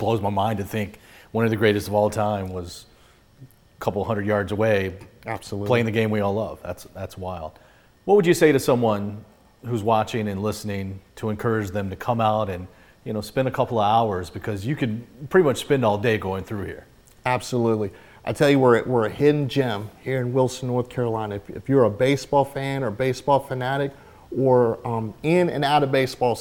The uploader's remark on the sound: visits the North Carolina Baseball Museum in Wilson